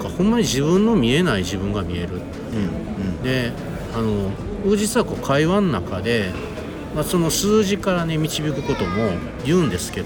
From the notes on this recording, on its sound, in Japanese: 大阪難波のスイスホテルのラウンジで収録を行った